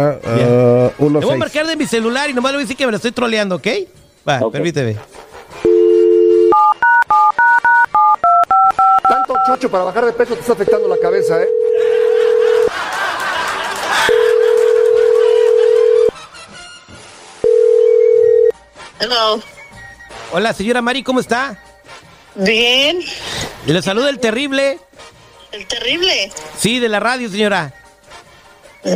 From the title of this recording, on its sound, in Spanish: le llama a su esposa